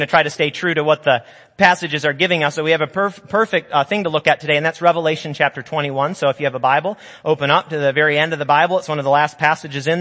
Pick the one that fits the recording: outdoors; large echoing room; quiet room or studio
large echoing room